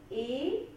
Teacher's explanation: E ist vokalisch, ist palatal, aber halbgeschlossen.